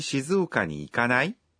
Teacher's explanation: Usando-se um verbo na forma nai e falando-se com uma entonação ascendente, faz-se um convite de maneira casual.